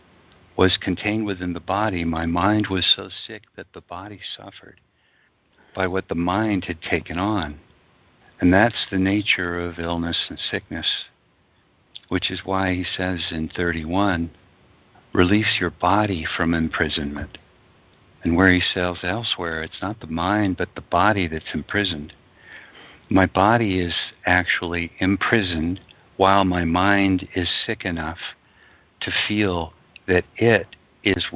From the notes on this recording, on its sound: ACIM Daily TEXT Conference Call